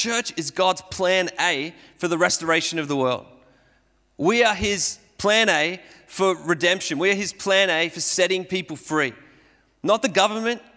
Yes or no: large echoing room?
yes